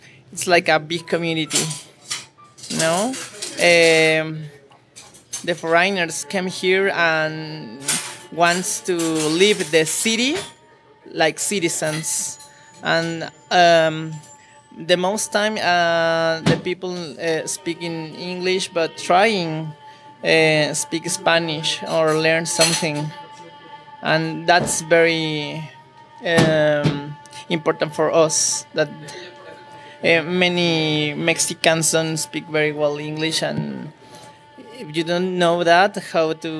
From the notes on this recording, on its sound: Recording in an actual taco restaurant! Inviting some of the Quentin locals and employees to tell us what makes CDMX extra special.